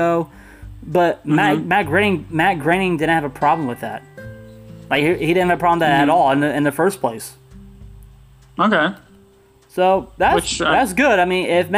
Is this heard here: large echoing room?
no